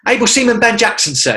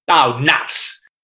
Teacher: it becomes a pharyngeal voice. So it's all back down in the throat a bit more. · Shown in: second take